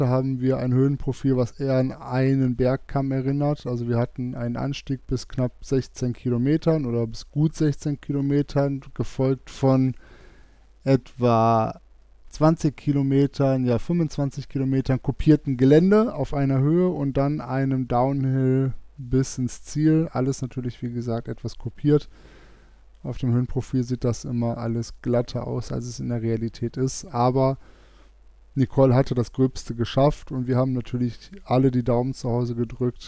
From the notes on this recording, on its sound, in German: 4-Stages im Club la Santa - Etappe 2 - La Vagueto - XC C3. Die zweite Etappe des 4-Stage Mountainbike Race Lanzarote, im Club la Santa ist Geschichte. Berichten auch heute wieder live von der Etappe.